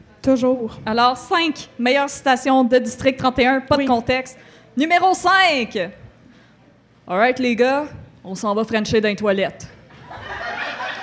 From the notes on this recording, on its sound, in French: En direct du Festipod 2021. Dans cette épisode spécial enregistré au Festipod 2021.